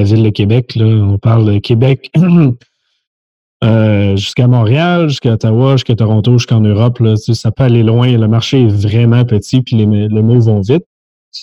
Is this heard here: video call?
yes